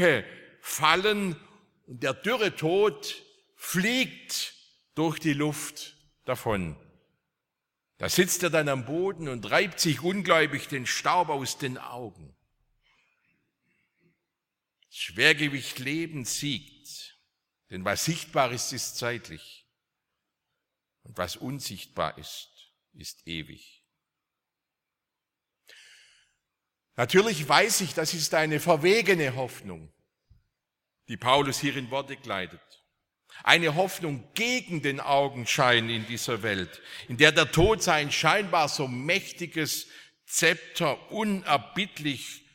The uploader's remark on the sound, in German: aus dem Gottesdienst der Liebenzeller Mission